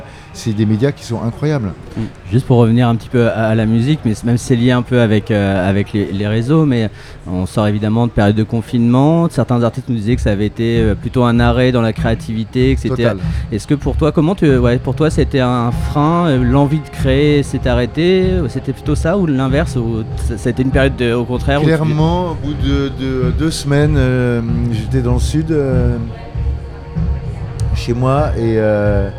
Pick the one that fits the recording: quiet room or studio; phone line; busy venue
busy venue